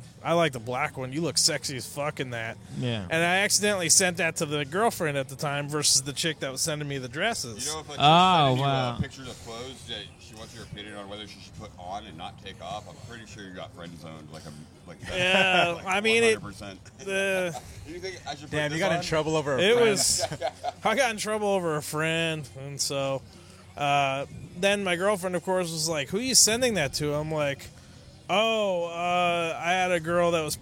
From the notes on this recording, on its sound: At the Woodshed (RIP). Before the show/mic I go live on location with a podcast barrage of local comics across the Valley of the Sun AND BEYOND (when I do road gigs!).